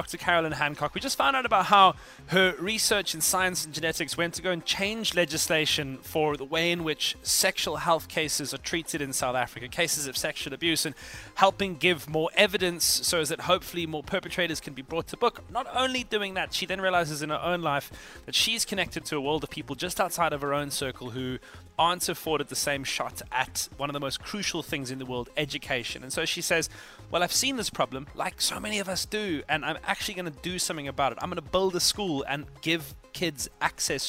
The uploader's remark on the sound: Live from the Heritage Tour's 1st stop in Durban